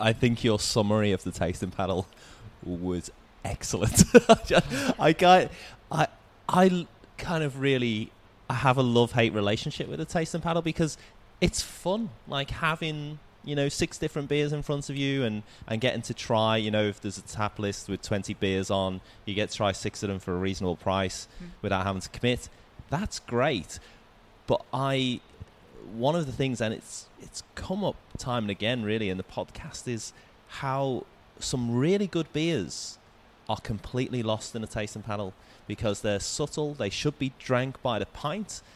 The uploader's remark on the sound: The episode was recorded at Molly Rose Brewing, Collingwood.